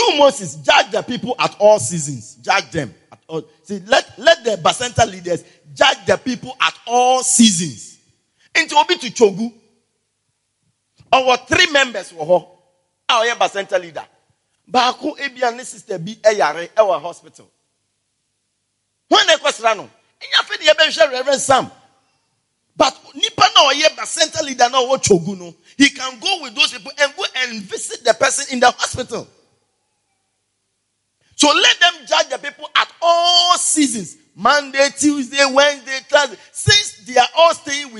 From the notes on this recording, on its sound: Preached At The Everlasting Father Cathedral